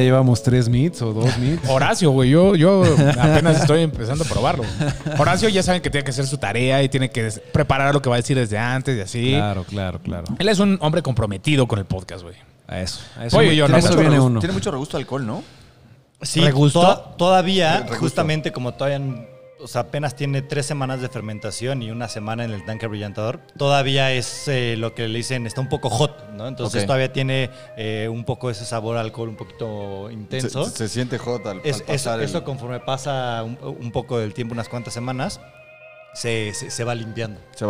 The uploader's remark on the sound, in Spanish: Grabado fuera del estudio de DDLB; una vez más en el bar de nuestros buenos amigos.